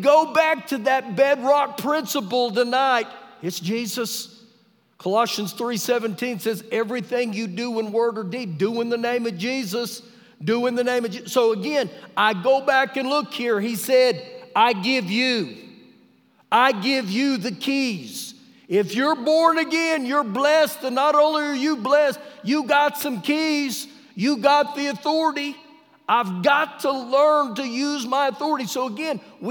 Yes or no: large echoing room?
yes